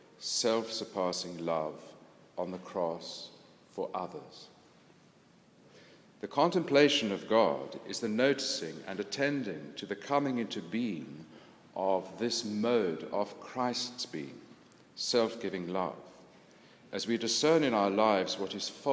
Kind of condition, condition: setting, large echoing room